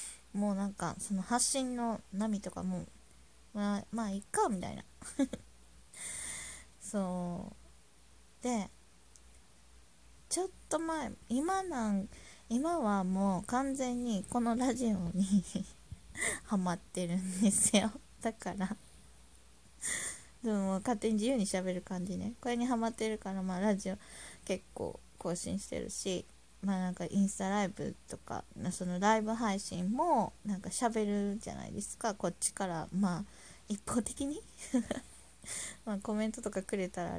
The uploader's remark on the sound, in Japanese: 雑音あり。音量注意。